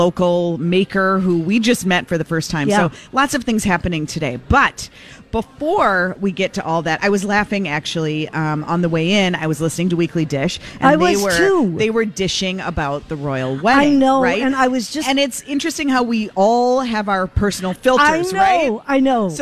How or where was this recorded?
busy venue